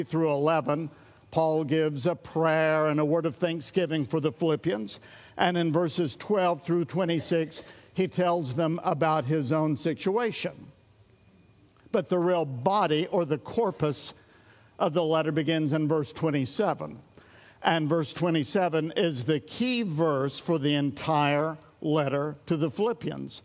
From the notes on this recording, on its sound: This series of our studies was recorded at Sunnylane Family Church in Oklahoma